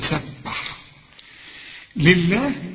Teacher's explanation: سبح لله، إلا مكسورة، فلفظ الجلالة هنا مرقق